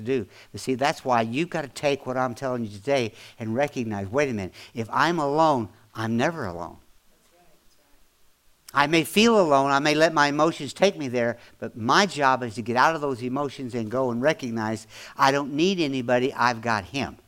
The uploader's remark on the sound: audio podcast from December 24, 2024 at Grace Church in Chester Illinois